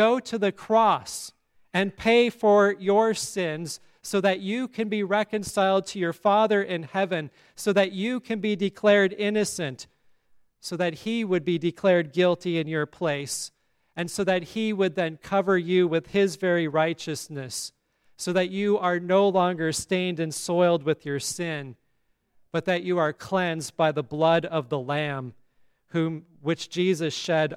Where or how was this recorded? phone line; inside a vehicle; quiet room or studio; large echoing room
large echoing room